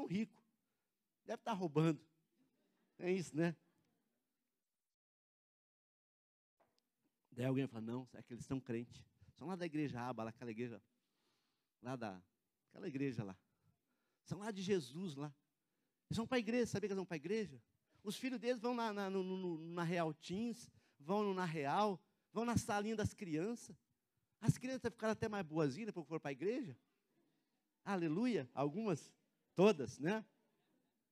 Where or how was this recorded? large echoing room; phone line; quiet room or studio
large echoing room